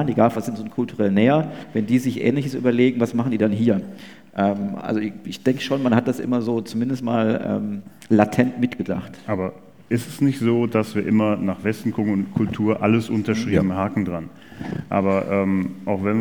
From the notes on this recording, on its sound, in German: Panel-Diskussion von der #BEX18 Banking Exchange Konferenz